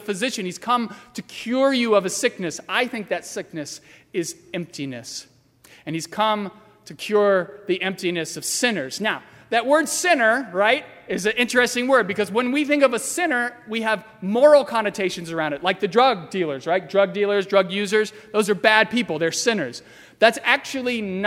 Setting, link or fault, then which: setting, large echoing room